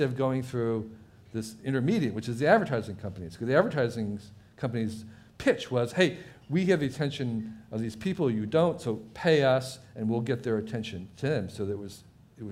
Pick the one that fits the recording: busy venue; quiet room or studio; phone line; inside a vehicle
busy venue